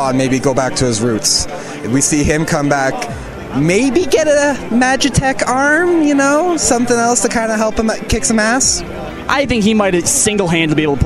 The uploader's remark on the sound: Limit Break Radio keeps their convention coverage rolling with Day 2 from out at The Paris in Las Vegas, Nevada for the Final Fantasy XIV Fan Festival. Live reports from the convention floor.